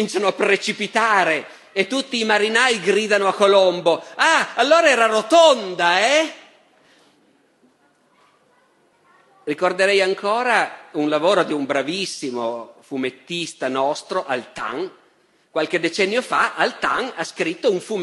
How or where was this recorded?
live audience